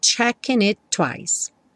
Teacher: Aqui o checking juntou com it pelo N, checking it e do it para o twice você só fala um T